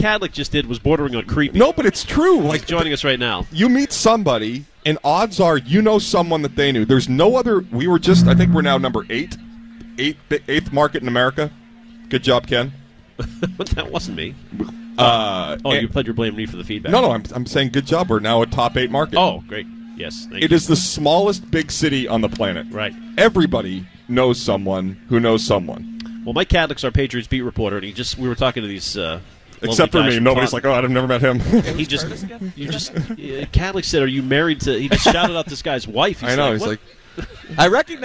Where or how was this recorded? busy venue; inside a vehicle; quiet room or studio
busy venue